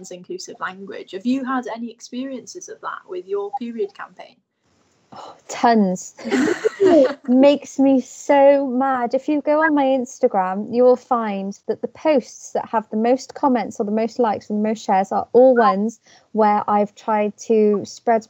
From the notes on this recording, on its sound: Recorded via Teams. The quality of this podcast is a little all over the place due to the nature of the recording during lockdown.